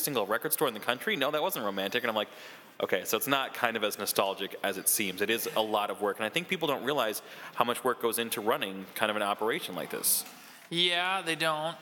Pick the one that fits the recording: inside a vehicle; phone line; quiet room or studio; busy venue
busy venue